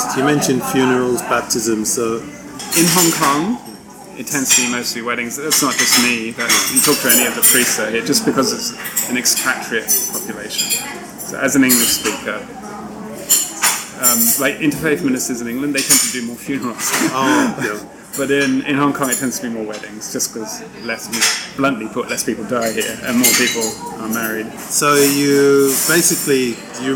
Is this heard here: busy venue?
yes